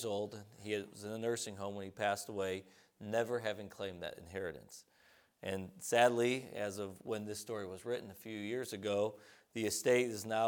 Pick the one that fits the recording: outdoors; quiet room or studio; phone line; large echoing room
large echoing room